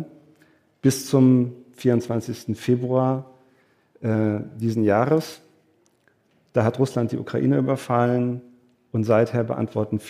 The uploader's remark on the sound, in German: Aufgezeichnet wurde diese Folge nicht im Studio, sondern live auf dem Podcastfestival von ZEIT ONLINE im Berliner Radialsystem